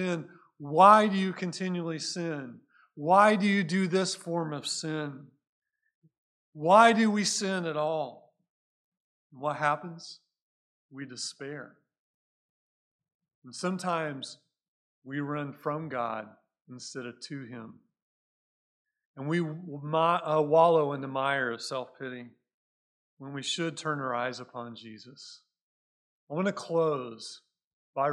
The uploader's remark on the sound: Recorded at Cornerstone Church in Mesa, AZ.